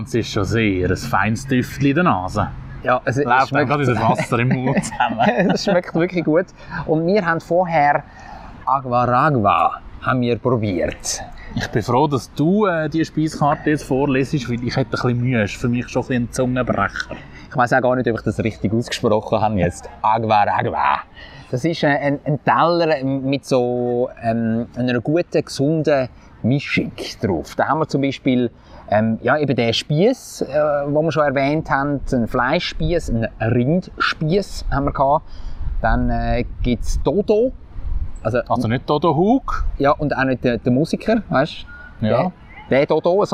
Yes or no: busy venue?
yes